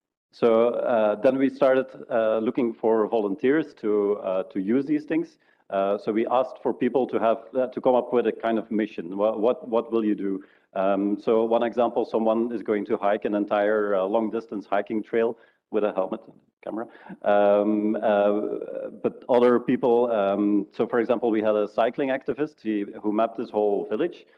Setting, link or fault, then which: setting, live audience